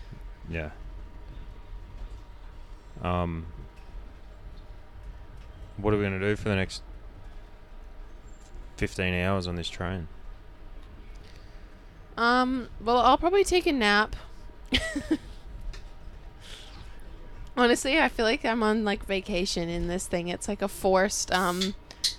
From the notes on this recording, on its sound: First EVER Podcast Recorded From a Sleeper Train In Vietnam? We recorded live from our 32-hour sleeper train from Hanoi to Saigon, it didn't go perfect but we did our best. This episode was recorded live from Vietnam in June 2022.